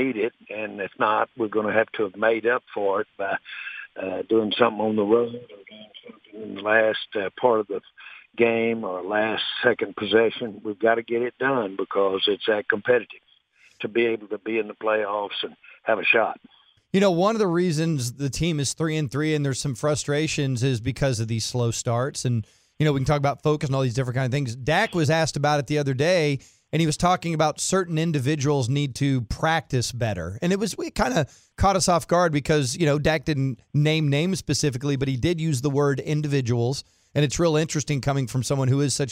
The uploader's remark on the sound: called in to the Ben and Skin show